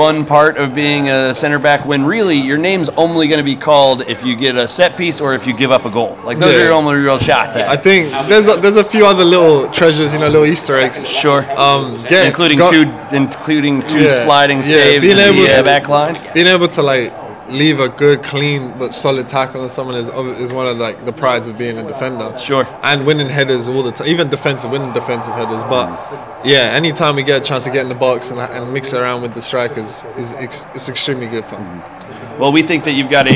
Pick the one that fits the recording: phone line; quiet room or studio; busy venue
busy venue